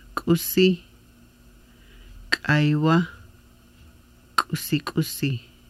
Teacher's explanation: stopping the breath and releasing it, with throat tense and vocal cords closed. Sounds like the K with catch in the throat. · Term: hard K